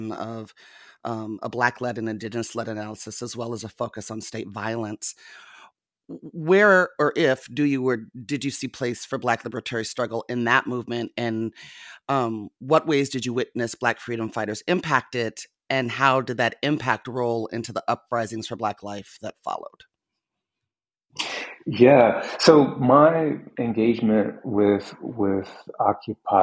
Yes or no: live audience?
no